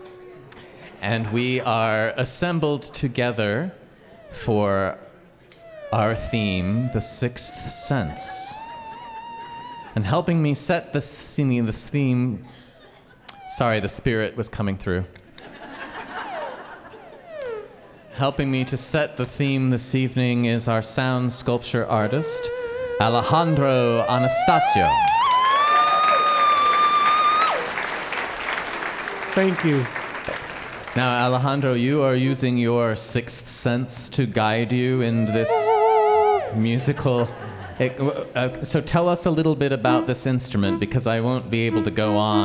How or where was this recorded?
live audience